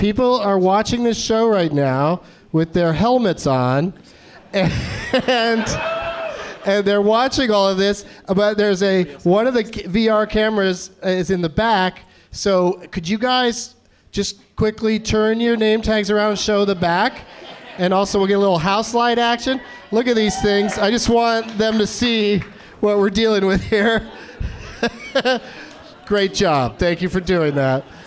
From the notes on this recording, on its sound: Live from the SF Sketchfest in San Francisco